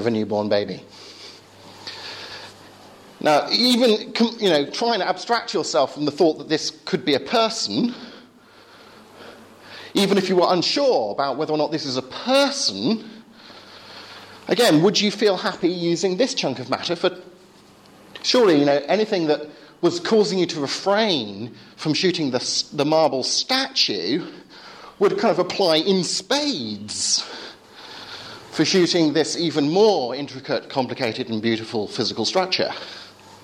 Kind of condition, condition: setting, large echoing room